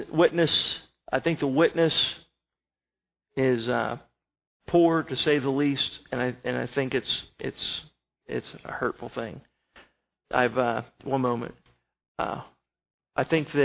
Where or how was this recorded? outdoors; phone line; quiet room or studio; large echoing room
large echoing room